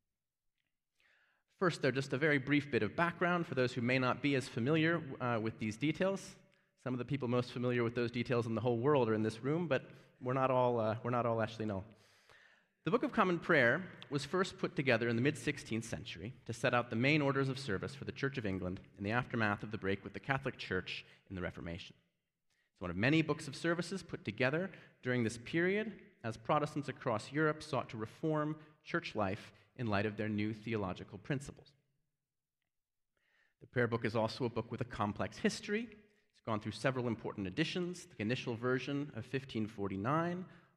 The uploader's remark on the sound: Given at Beeson Divinity School in Birmingham, AL. First annual lecture in Reformation Anglicanism.